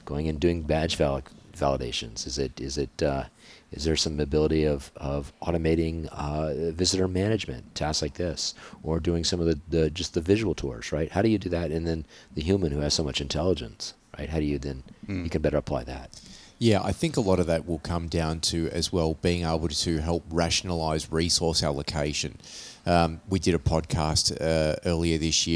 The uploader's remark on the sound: We recorded at the ISC West show in Las Vegas. ISC West is the largest security show and conference in the US, which takes place in Las Vegas.